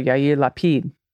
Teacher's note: with accent on the final syllable. So Yair Lapid.